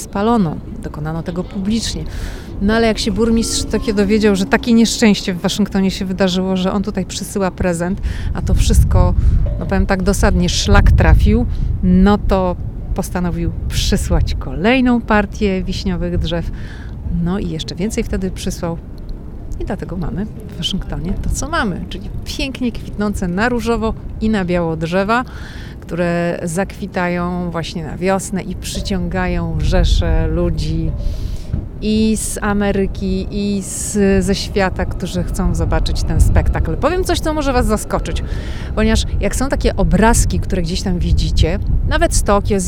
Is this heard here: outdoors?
yes